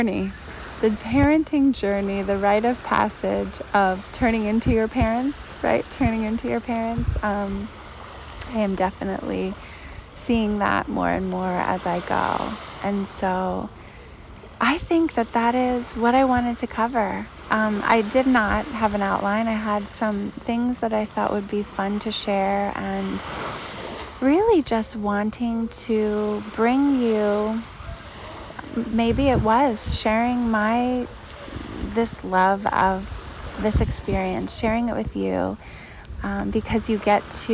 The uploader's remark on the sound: This episode was recorded outside, at the sea, with the sounds of nature - waves, birds voices, boats, and more!